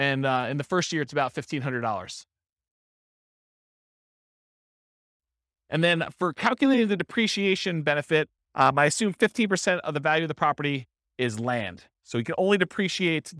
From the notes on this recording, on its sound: This was a live class recorded